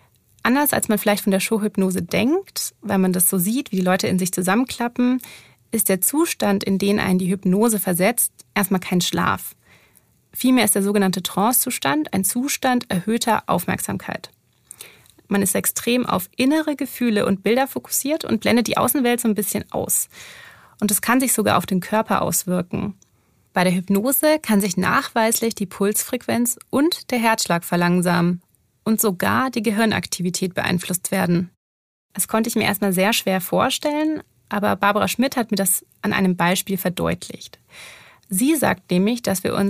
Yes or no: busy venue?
no